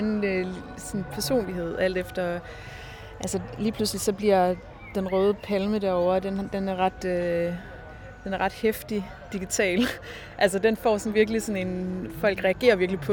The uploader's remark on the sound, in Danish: Fornem stemningen på Bloom i Søndermarken med den første officielle podcast fra natur- og videnskabsfestivalen.